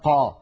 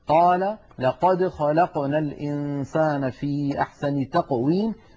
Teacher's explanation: أن القاف مجهورة وأنها شديدة كما أنها مستعلية وهي منفتحة، وأما الصفات التي لا ضد لها فقد اتصفت القاف بصفة واحدة منها وهي صفة القلقلة. · Term: حرف القاف